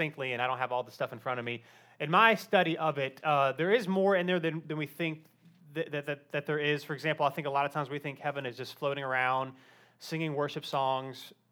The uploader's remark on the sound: Live Q & A Sunday: 1st Service